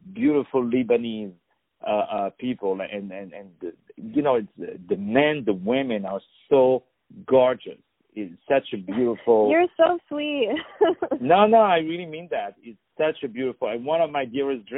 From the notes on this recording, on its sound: On the phone